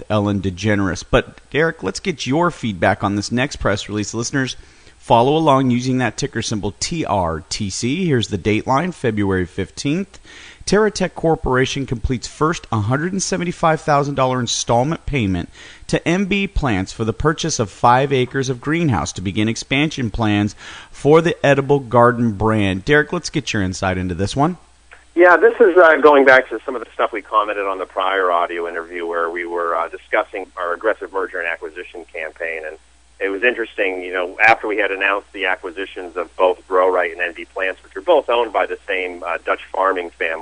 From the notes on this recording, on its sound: called into SmallCapVoice